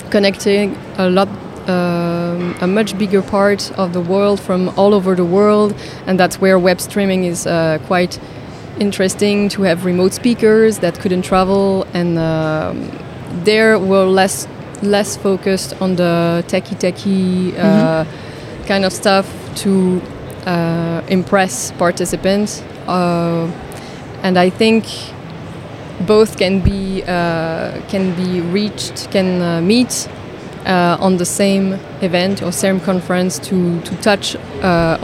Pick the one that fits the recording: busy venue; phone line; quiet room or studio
busy venue